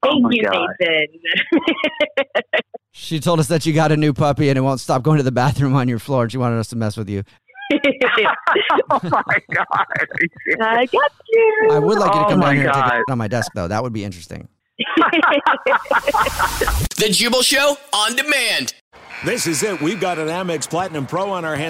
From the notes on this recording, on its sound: phone prank style